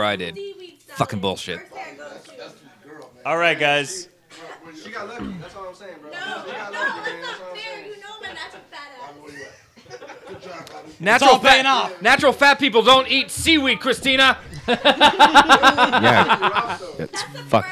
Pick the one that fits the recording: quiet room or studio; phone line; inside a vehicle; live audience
live audience